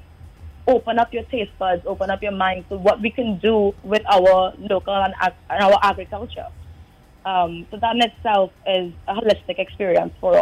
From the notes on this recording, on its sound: During this hour we take calls from our audience